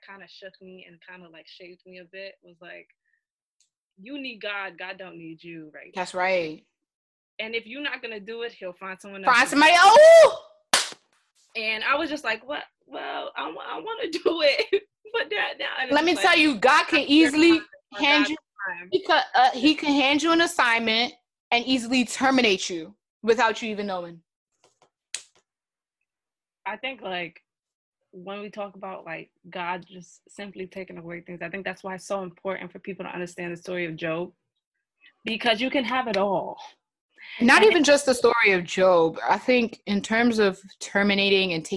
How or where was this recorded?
video call